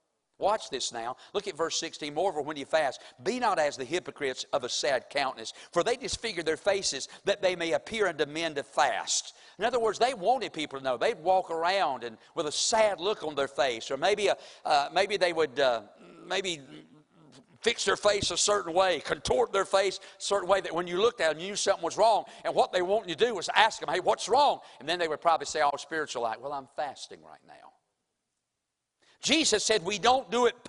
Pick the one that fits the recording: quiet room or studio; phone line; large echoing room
large echoing room